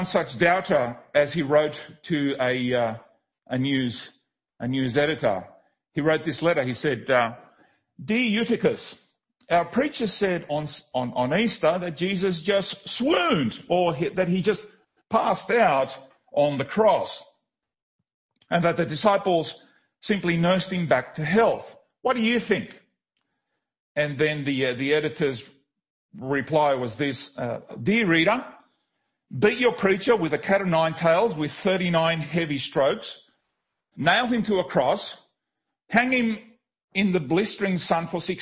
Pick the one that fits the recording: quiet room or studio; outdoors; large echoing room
large echoing room